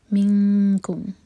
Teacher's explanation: تو کیف کے لیے ہماری زبان پیچھے سے تھوڑی سی اٹھتی ہے، تو ہم اسی طرح اخفا کریں گے